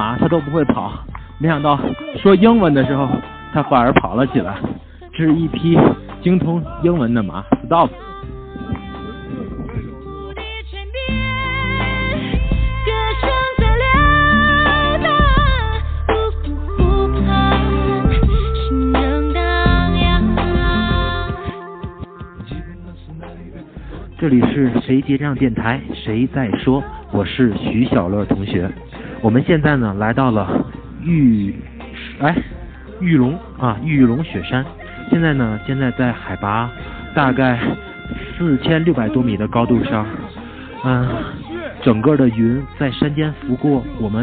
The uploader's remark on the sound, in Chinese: 在云南旅行时随机的感受。由于户外环境和设备限制，录音质量并不是很高。